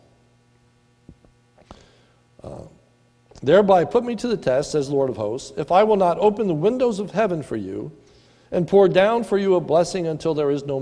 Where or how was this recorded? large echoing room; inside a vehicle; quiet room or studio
large echoing room